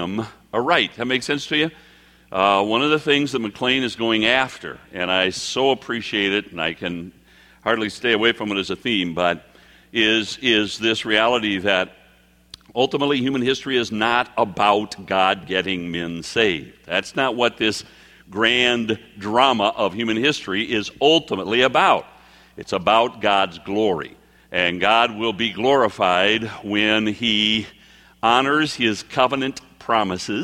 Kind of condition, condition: setting, live audience